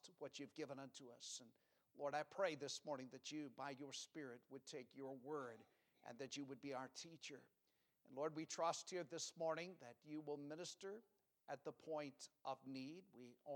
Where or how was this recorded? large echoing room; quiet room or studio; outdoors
large echoing room